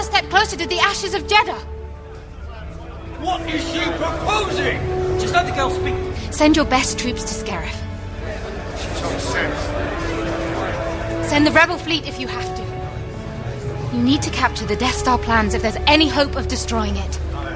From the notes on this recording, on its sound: Recorded at Salt Lake Comic Con. Took questions from the audience.